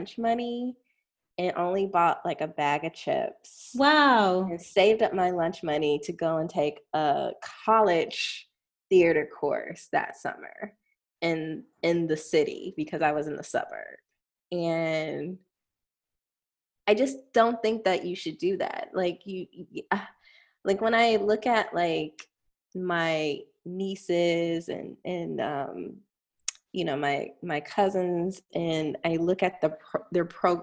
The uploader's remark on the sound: get on Zoom with me